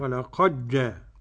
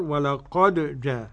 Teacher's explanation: أولا إدغام الدال في الجيم · Shown in: first take